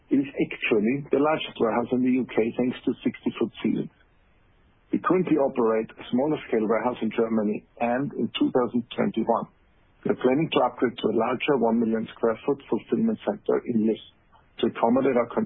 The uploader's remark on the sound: Q3 2020 Results Conference Call